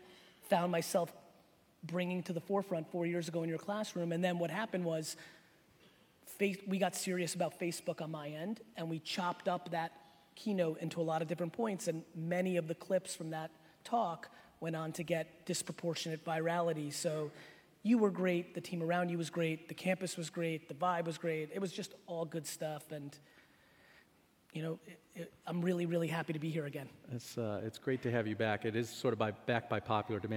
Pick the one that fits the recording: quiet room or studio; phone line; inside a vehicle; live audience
live audience